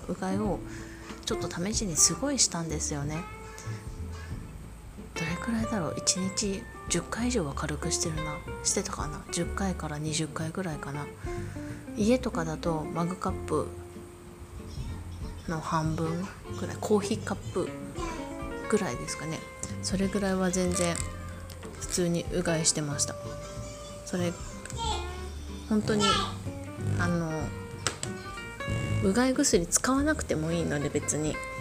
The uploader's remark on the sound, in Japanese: 音声に子供の声だけでなく、テレビの音が入っていたため音楽を初めて導入。